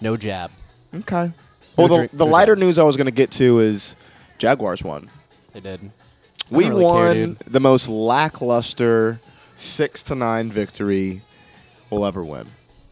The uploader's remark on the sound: Banter before the Shantytown Pub Open Mic